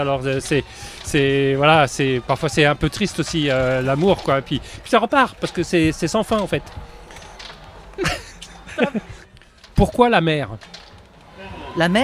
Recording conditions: busy venue